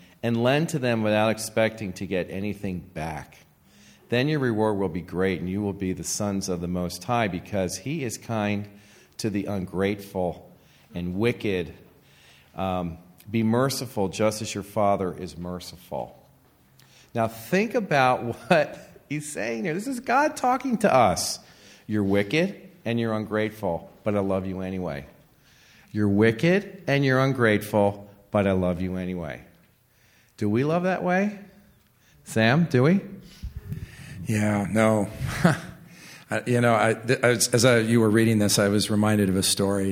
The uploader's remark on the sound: Recording at the Graf Barn in Southern California